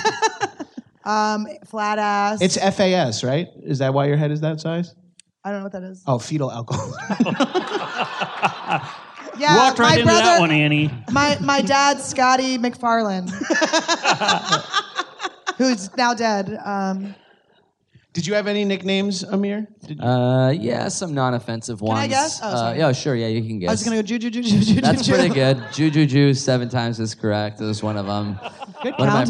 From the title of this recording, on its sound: LIVE at Just For Laughs